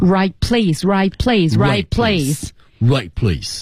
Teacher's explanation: came to the right place, right,失去爆破